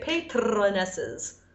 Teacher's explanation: it's very hard with the articulation to go from t to r, and it causes a bit of a shadow, kind of a schwa in between tr, tr, which sounds foreign, does not sound English. · Term: rolled R